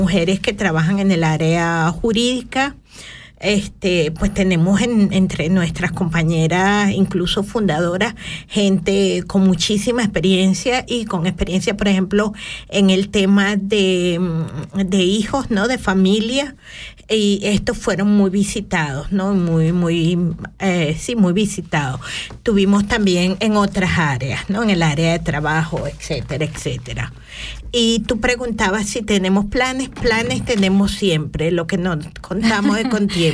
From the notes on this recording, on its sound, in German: In der Sendung kommen wichtige Akteurinnen des Frauenkampfes zu Wort, als Studiogast oder per Telefoninterview.